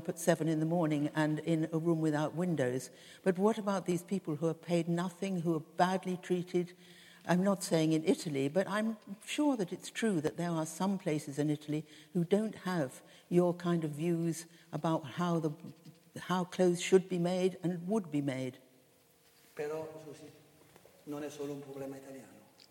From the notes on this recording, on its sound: In front of a live audience, in a theatre in the village of Solomeo, Italy.